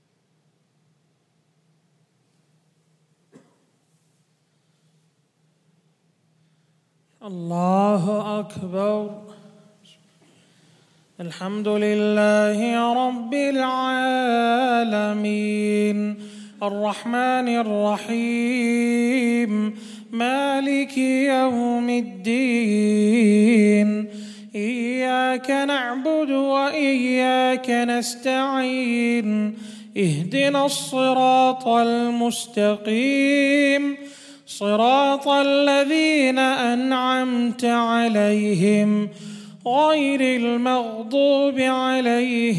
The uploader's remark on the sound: at The Houghton Masjid (West Street)